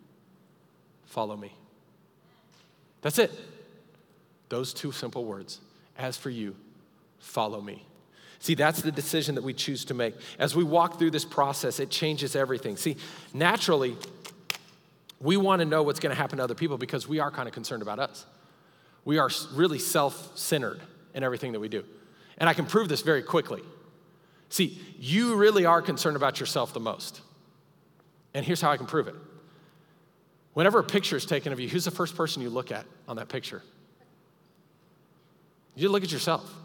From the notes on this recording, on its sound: Recorded live during our Wednesday night service